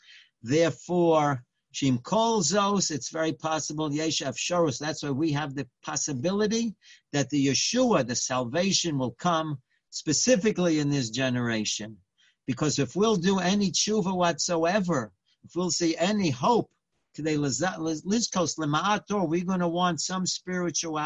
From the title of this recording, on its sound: Live On Zoom